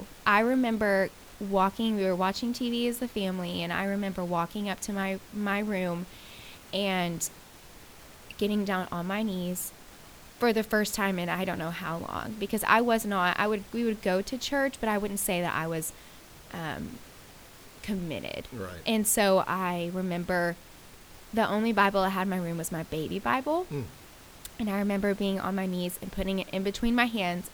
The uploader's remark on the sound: Please forgive the underlying static on this recording.